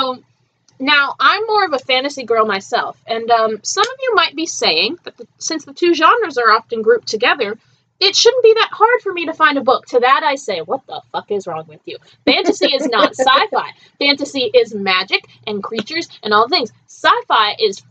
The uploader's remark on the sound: Apologies for the sound quality for most of this episode; we're trying out some new software and it's a bit fiddly.